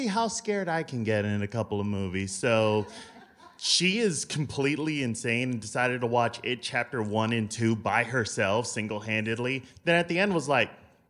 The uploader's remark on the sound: Recorded live at the MIT Museum in Cambridge, MA.